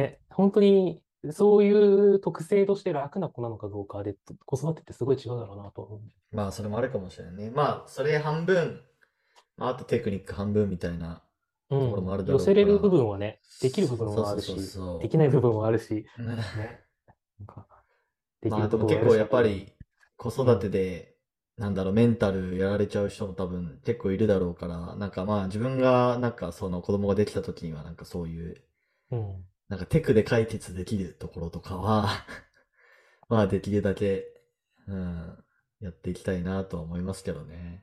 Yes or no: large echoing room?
no